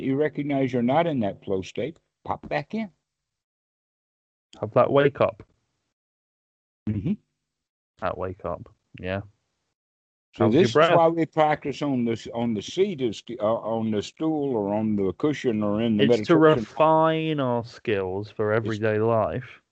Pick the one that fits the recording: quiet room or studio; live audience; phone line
phone line